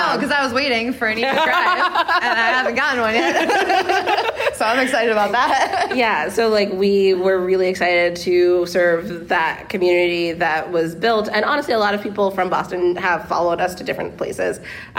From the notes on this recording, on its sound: The Sartorial Geek Podcast is back with our second ever live episode! This week, we’re live from LeakyCon, an amazing Harry Potter-themed con for fans in Dallas, TX.